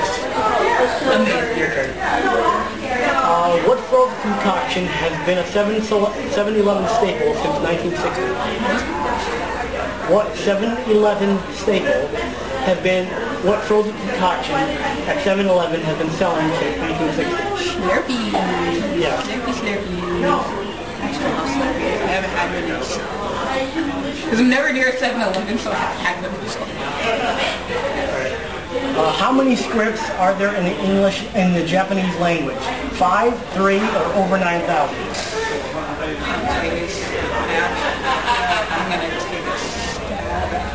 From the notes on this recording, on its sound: We did this live from Pop Cult Anime con, so sorry for audio issues.